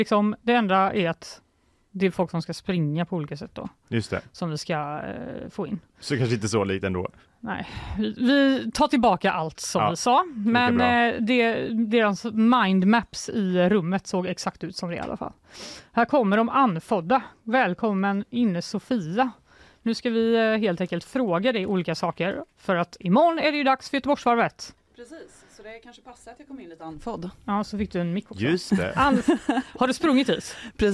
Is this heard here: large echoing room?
no